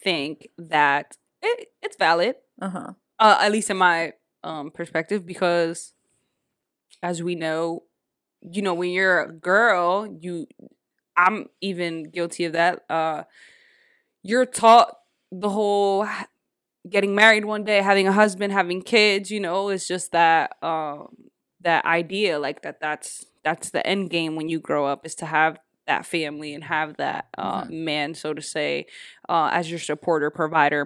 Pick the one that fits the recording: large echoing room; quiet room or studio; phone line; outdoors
quiet room or studio